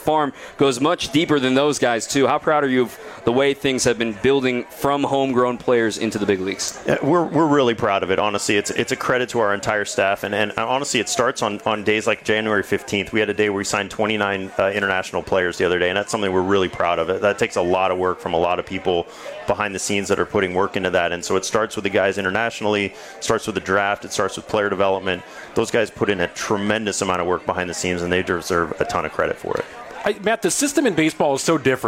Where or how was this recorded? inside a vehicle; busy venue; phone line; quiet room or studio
busy venue